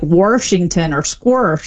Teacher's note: the intrusive R, which is where you get an R sort of just stuck in the middle of places that never had one by people that typically don't drop their R elsewhere, and that's when you say like Washington or squirsh.